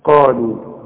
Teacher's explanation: القاف دي اعلى درجات التفخيم اللي بعدها الف. قالوا ورقق قوي اللام اللي بعدها.